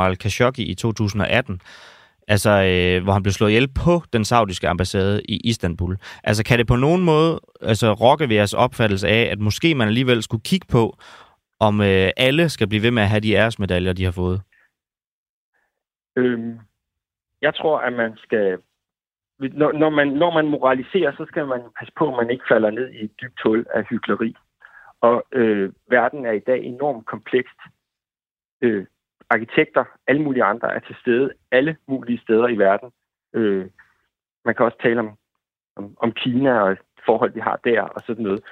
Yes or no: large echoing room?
no